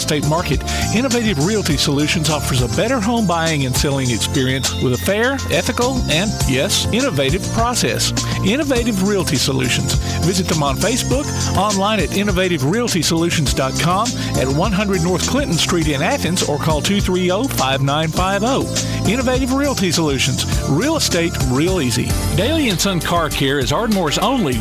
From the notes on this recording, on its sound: Live from the Ardmore Car Show